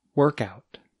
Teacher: In the statement with the phrasal verb, the speaker stressed the second word of the phrasal verb, the word out. In the phrasal noun example, the speaker stressed the first part of the word, work.